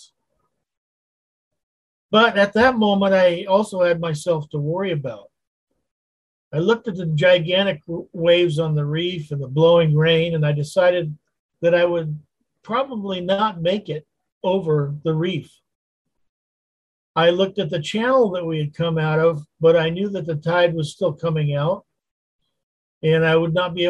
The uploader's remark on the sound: Wednesday Zoom study